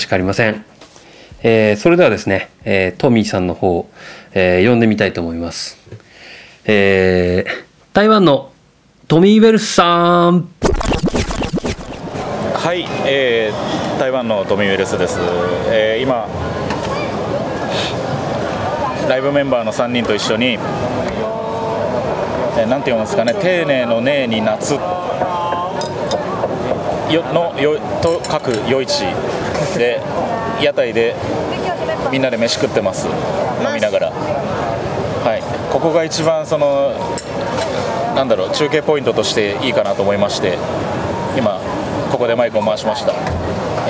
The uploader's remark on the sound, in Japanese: 台湾へライブツアー中なので。現地の夜市から。中継収録でお送り致します。台湾夜市の空気。